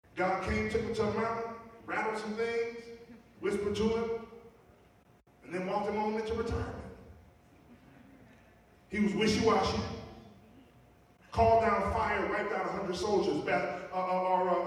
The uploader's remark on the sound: Note: there are some technical difficulties with the audio for this week. This was recorded at our 10:00a corporate worship service.